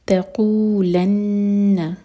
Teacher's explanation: قاف حلق سے اور نون پر غنہ